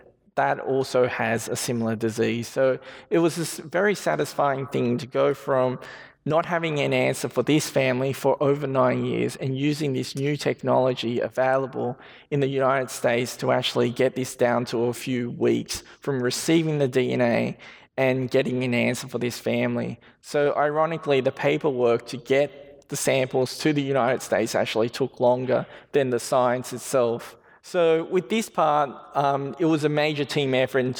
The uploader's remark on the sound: This was recorded at a Sydney Ideas event held on Monday 20 May at the University of Sydney.